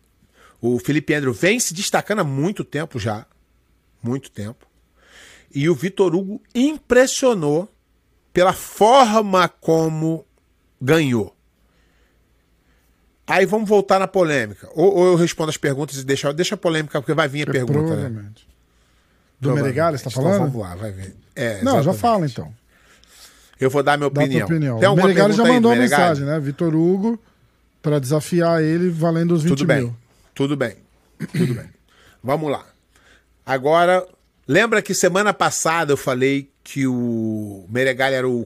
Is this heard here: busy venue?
no